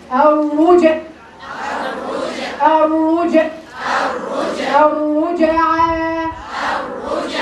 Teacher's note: القلقله لا تميل الى الكسر ولكن تبقى كما هي